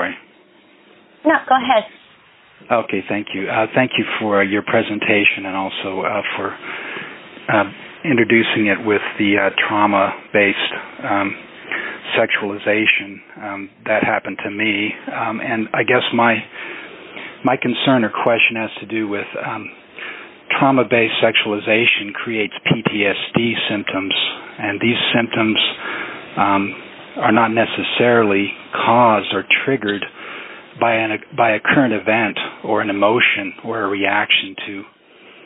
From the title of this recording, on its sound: Phone Meeting Workshop